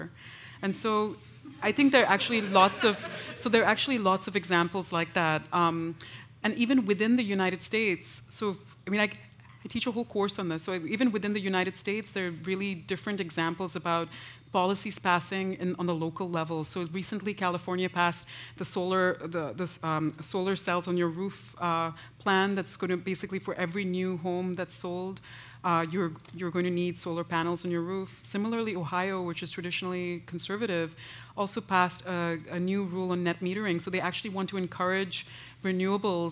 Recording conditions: busy venue